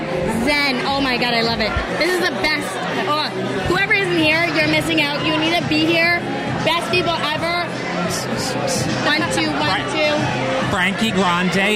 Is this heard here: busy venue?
yes